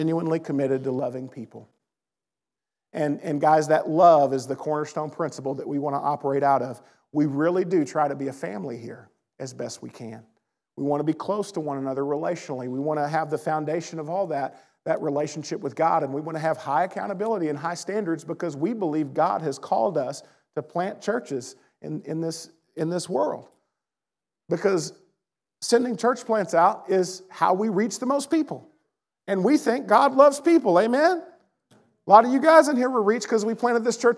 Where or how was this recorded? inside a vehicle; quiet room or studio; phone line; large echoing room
large echoing room